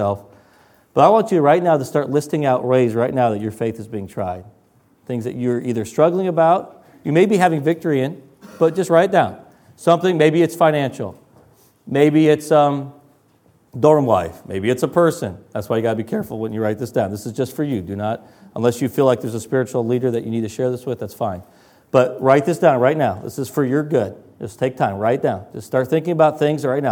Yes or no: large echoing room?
yes